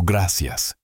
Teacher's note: in Mexico, the same gracias is pronounced with a hard S sound, closer to gracias.